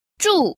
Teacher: el cuarto tono es el que denominamos tono descendente.